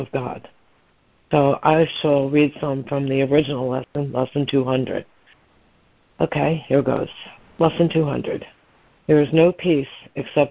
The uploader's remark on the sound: ACIM Daily Conference Call